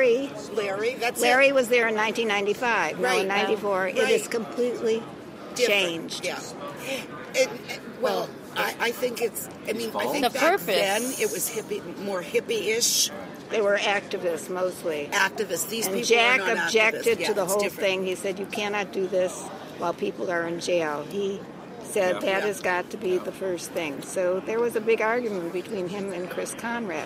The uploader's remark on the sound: HIA 25th Conference. We set up a table in the Vape Lounge outside ( yes people the Hilton rocks) and had a blast.